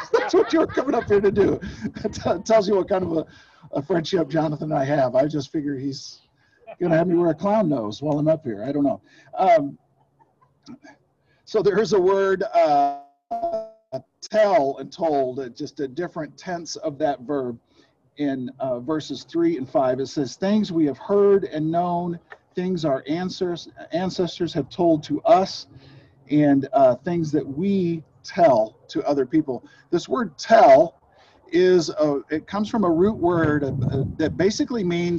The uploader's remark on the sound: Zoom Sunday.